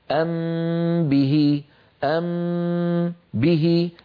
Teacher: يشبه الإدغام من حيث ارتفاع المخرج مرة واحدة عن الحرفين